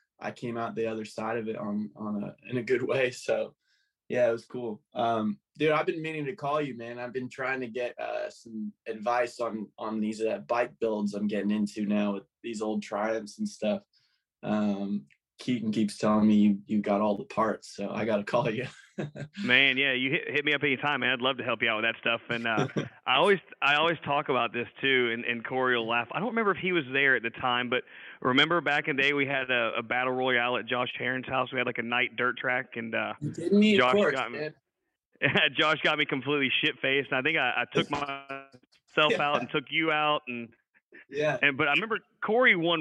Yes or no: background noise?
no